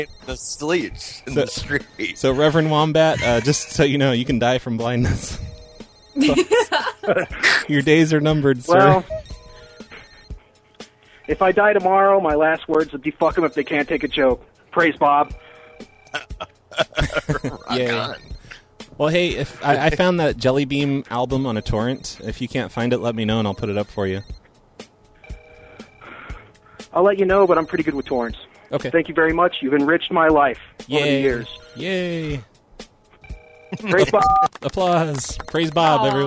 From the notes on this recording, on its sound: Prank Phone Calls Collection